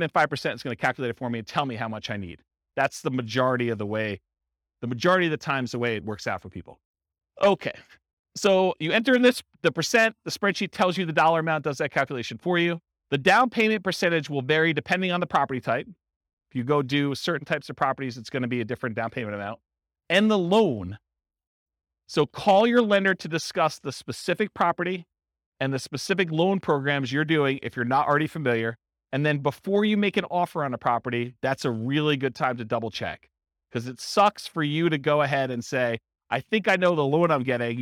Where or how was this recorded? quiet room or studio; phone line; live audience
live audience